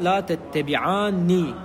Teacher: الخطوة الثانية نضيف نون التوكيد وهي عبارة عن نون مشددة مدغمة من نون ساكنة ونون متحركة، دخلت النون الثقيلة صار لا تتبعاني. · Term: نون التوكيد الثقيلة